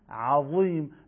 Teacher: ولی حالا کسی میخواد بگه عظیم با همین مخرجی که عرض کردم، نوک زبان بین دندونهای صنایع، میل ریشه زبان به سمت صفحه، یعنی درشت و پرحجم میگیم عظیم، برخلاف ذالی که دیروز بحث کردیم و اینجا درشت نیست، خیلی ساده و معمولی الذین.